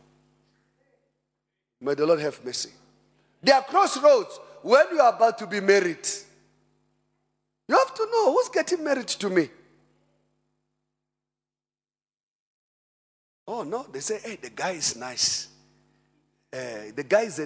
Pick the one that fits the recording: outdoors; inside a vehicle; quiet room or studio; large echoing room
large echoing room